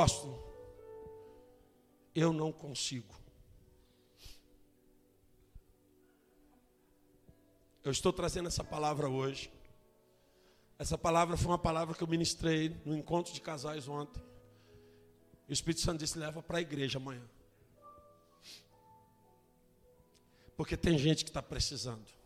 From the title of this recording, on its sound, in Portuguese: Ao Vivo na Casa de Louvor